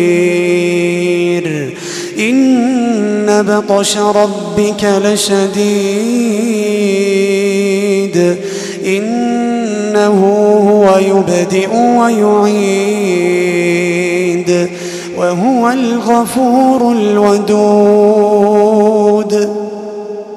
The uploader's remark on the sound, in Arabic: تسجيلات من صلاة التراويح لشهر رمضان عام 2016.